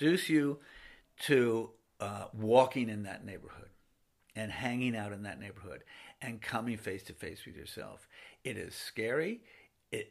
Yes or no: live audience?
no